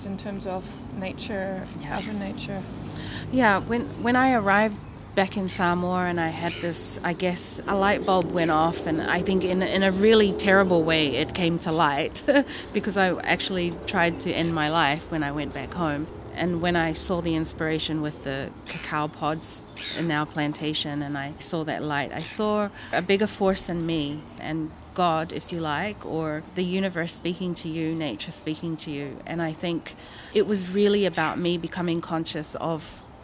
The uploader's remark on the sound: This RAW episode is quite raw indeed: The interview was taken just outside the Tauranga food show, and you'll hear some background sounds. The seagulls gave a concert especially at a crucial point of the conversation!